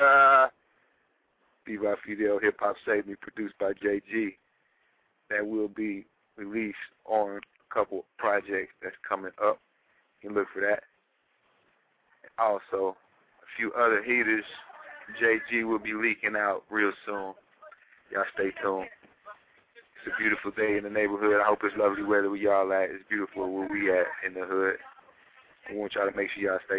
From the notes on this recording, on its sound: Call in show! Chat show!